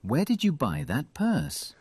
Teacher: 근데 우리 브리티시 발음에서는 R 발음 탈락이 됩니다. 어떤 단어든 간에 마지막에 R은 탈락이 돼요.